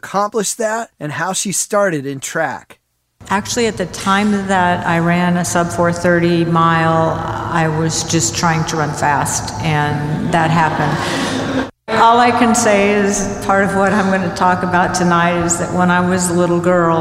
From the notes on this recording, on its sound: 2020-2021 Texas Sports Hall of Fame Induction. Stories were taken from the press conference and induction ceremony.